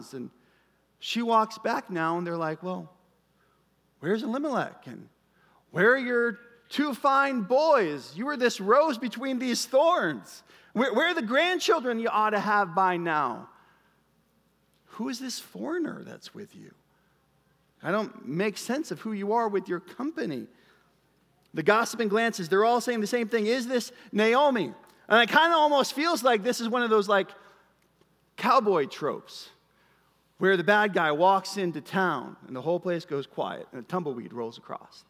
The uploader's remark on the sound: Preached at Bethel Church, Cedar Lake Campus.